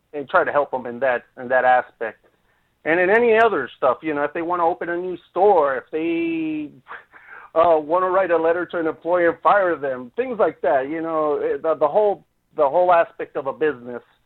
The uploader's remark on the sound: Utah vapers called